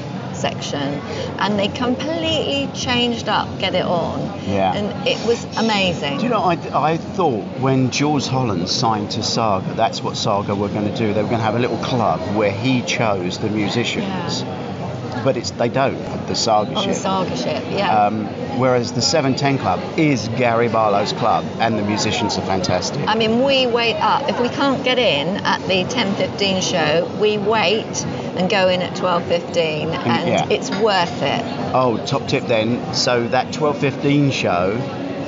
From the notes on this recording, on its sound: This week the podcast is recorded at the Time Out Market in Lison, or do we have to say Lisboa?